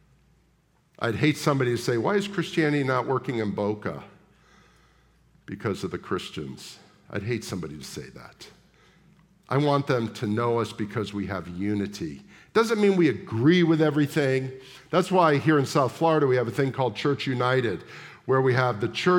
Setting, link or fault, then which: setting, large echoing room